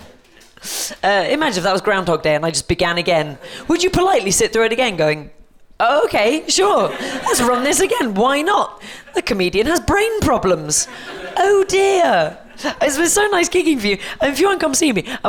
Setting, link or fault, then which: setting, busy venue